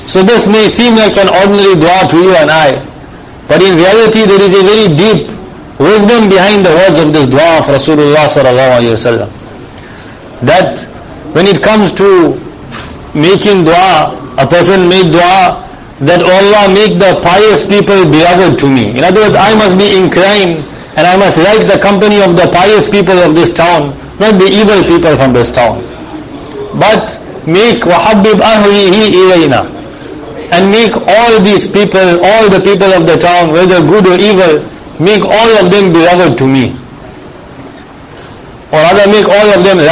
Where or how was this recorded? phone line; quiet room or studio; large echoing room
large echoing room